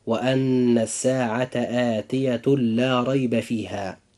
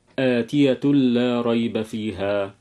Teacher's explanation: إدغام بغير غنة، حيث يأتي التنوين بعده حرف اللام